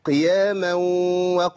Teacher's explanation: أسقط الغنة من الواو الأولى أول المشدد نتيجة الإدغام